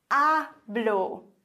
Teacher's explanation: hablo. Betonung auf der vorletzten Silbe.